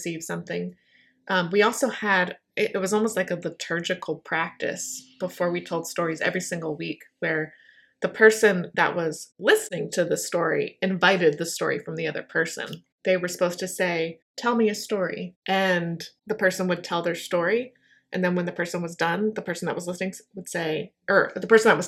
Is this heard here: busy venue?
no